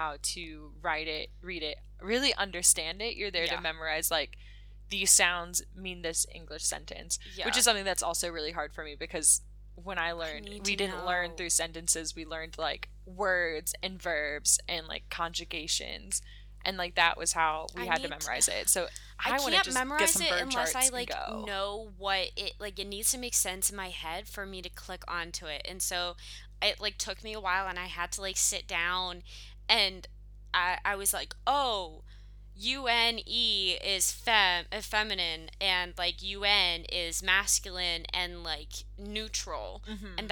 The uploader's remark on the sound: It's been a moment since we last posted due to settling into Lacoste, classes, and excursions. We apologize for the electric hum in the background. An old Medieval village ain't the best place to record, apparently.